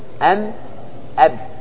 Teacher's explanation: الميم اشتركت مع الباء في المخرج، لأن كليهما يخرجان من شفتين